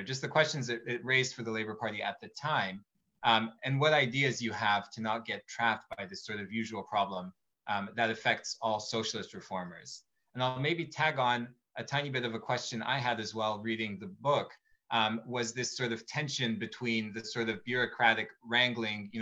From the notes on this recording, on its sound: Recording of TWT and Verso's webinar.